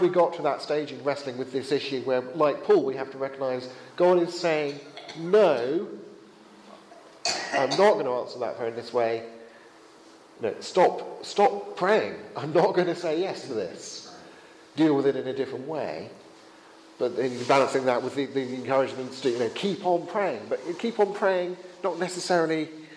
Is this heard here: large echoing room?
yes